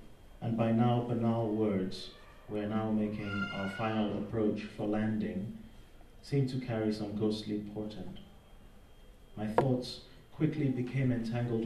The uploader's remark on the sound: In celebration of Refugee Week. This Worlds Festival event at the Norfolk & Norwich Millennium Library.